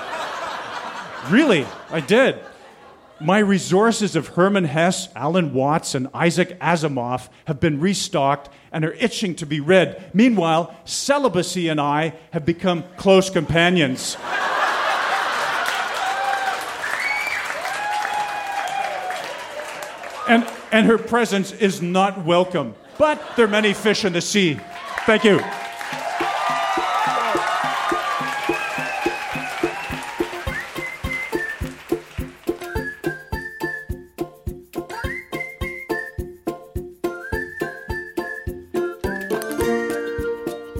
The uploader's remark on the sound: Recorded live at the Black Knight Pub in Yellowknife, NT.